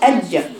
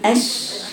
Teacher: الجيم الصوت بإيه؟ تقفليه، بتقطع شديد، أج. لكن أش بيجري